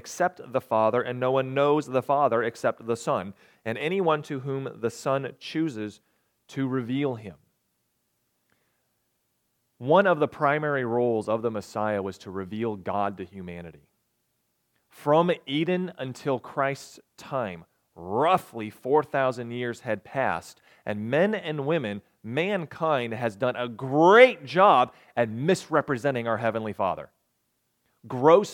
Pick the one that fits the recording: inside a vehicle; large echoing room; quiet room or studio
large echoing room